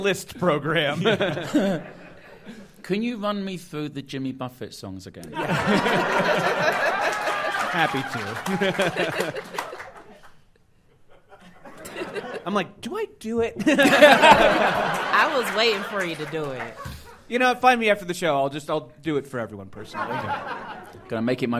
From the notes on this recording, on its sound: Live from MaxFunCon 2022 in Lake Arrowhead